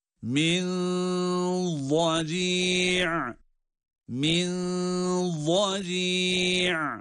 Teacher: Ne zaman vad harfine, vad harfinin telaffuzuna başlıyorsak o zaman sesi kalınlaştırıyoruz. · Term: ihfa